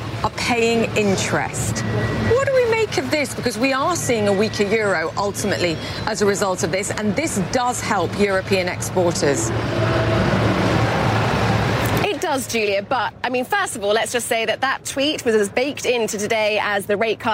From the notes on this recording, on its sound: live from the New York Stock Exchange